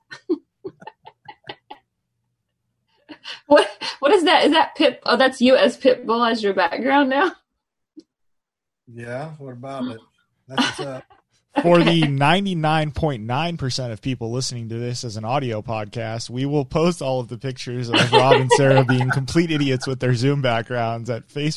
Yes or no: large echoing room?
no